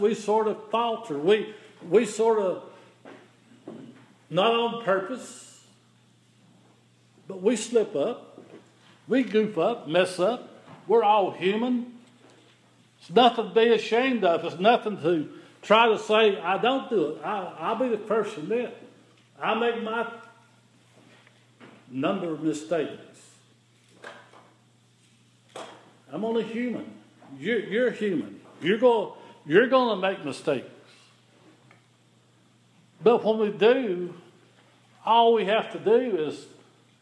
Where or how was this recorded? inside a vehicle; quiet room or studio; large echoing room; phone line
large echoing room